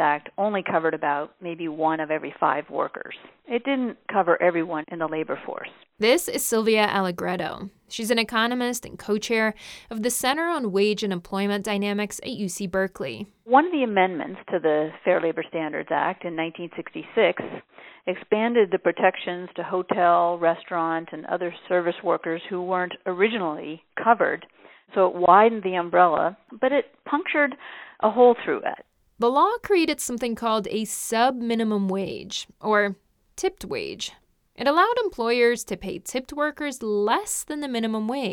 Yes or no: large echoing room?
no